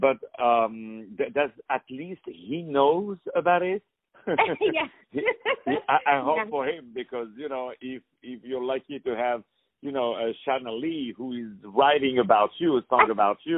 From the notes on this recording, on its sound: On the phone